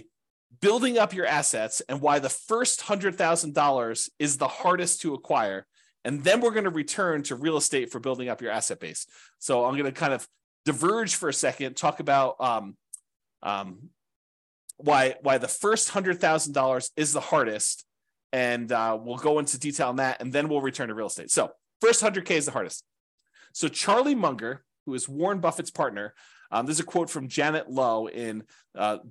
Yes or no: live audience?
no